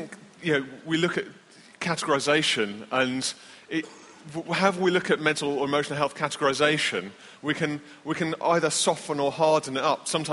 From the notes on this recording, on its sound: answer questions after the keynotes at the Bradford 09 conference